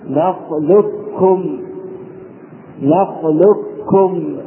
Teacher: أما كلمة نخلقكم في قوله تعالى ألم نخلقكم من ماء مهين ففيها وجهان، الأول الإدغام الناقص محافظة على صفة الاستعلاء في القاف هكذا نخلقكم نخلقكم، والثاني الإدغام الكامل حيث تسقط القاف نهائيا وتنطق بالكاف مشددة تقول نخلقكم نخلقكم.